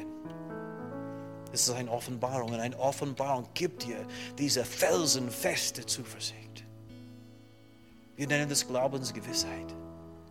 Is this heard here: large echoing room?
yes